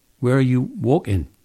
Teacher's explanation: you hear that the stop stage of the plosive is K, while the release stage is a glottal. · Term: glottal reinforcement